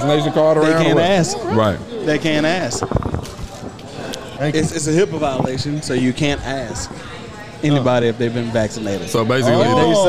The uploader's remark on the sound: Today we are live at The Casual Pit.